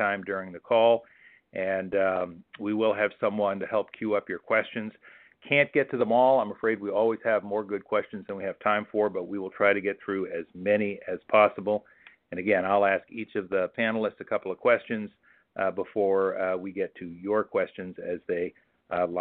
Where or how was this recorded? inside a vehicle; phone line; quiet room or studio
phone line